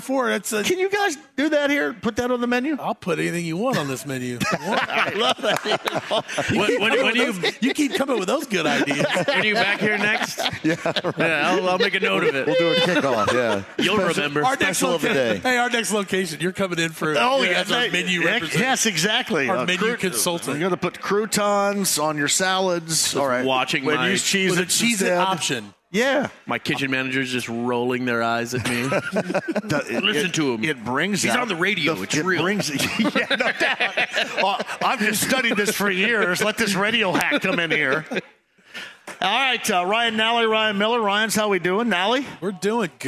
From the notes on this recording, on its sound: LIVE from Joe’s Grill. Live at Joes Grill!